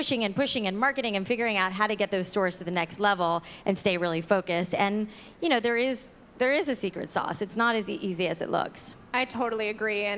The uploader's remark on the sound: Live at Create & Cultivate Chicago. From front stage.